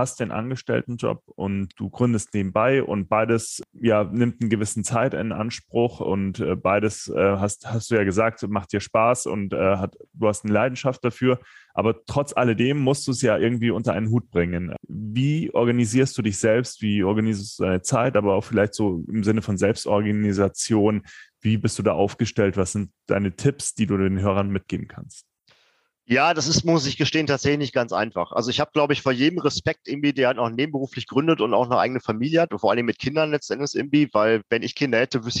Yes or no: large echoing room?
no